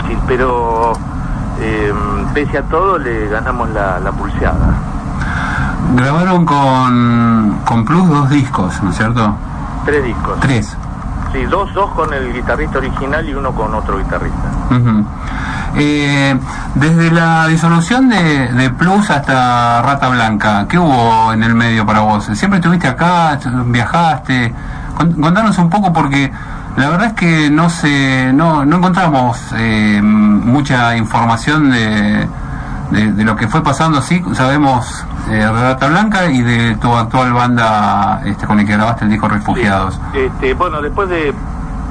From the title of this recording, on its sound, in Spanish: Nota telefónica